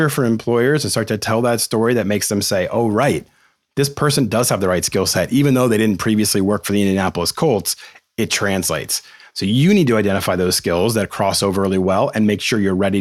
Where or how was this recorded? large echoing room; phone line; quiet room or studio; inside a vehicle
quiet room or studio